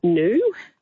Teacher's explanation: It's known as yod dropping, and we've been dropping these yods. The yod is the y sound in new, the y, and that's been going on since the early 1600s.